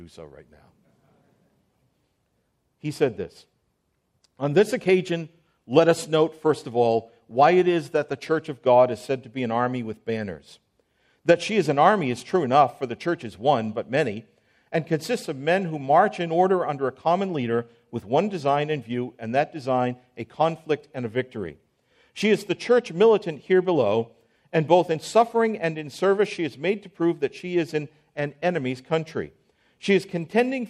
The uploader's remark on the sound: on January 16, 2024 at the IOPT Pre-conference on A Time For Confessionalism, preceding the 2024 National Founders Conference in Southwest Florida.